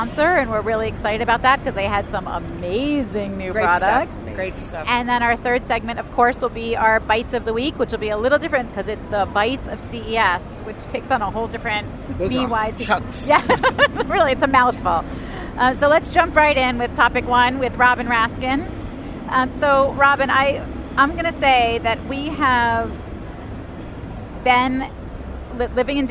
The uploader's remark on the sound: Live from the Consumer Electronics Show!